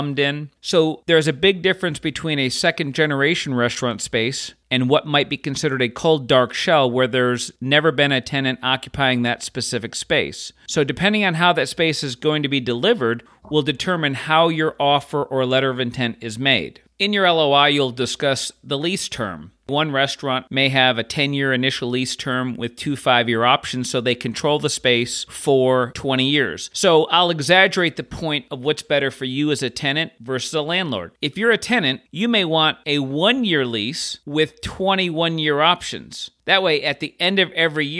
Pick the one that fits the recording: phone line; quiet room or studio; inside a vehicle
quiet room or studio